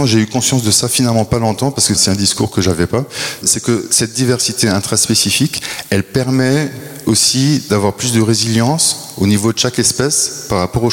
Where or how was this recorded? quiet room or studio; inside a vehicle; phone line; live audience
live audience